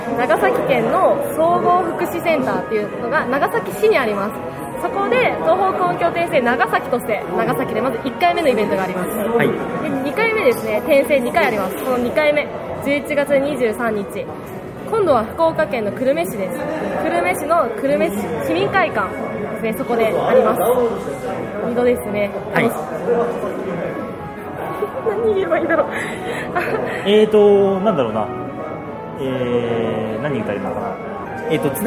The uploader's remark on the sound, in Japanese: 北九州市の門司港にて開催された「東方久遠境retro」の会場にて収録したもの。会場で収録された臨場感をお楽しみ戴けましたら幸いです。